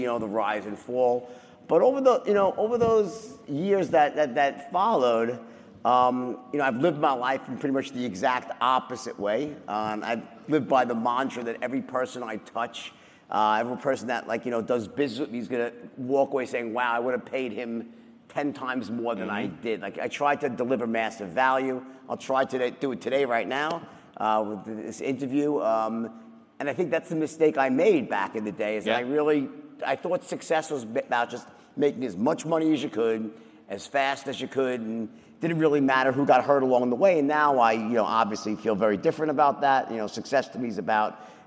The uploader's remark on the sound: interview on the stage at FreightWaves LIVE in Chicago